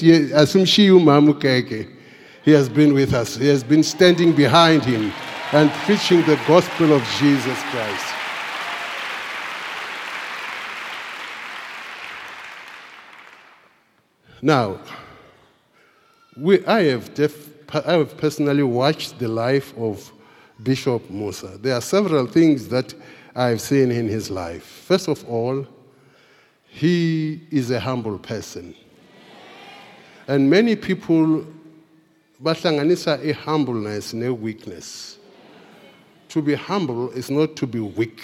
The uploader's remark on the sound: Preached at the Founders Day Service in celebration of the Founder and the Bishop of Grace Bible Church.